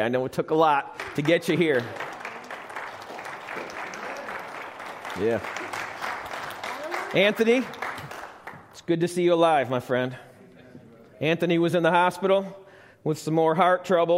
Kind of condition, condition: setting, live audience